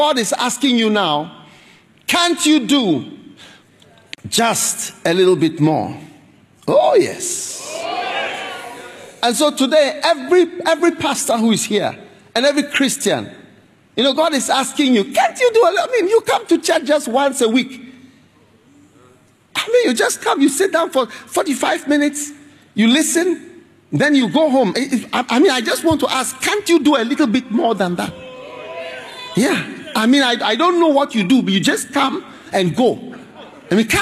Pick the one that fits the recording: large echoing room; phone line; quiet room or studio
large echoing room